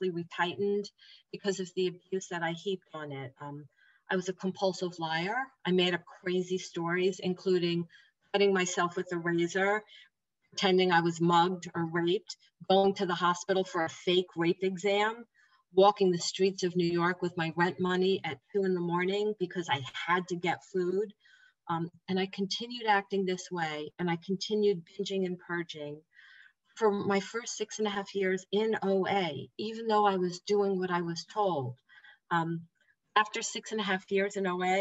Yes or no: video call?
yes